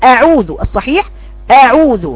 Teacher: وأصبحت مد بدل، فقراءتها لأعوذ خطأ، المفروض تقول أعوذ الصحيح أعوذ، بفتح الهمزة بس بدخل على ضمة العين، ما بقولش أعوذ أعوذ، المد ده المد ده مبالغة، يبقى